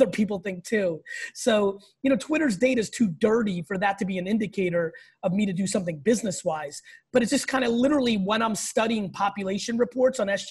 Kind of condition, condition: link, video call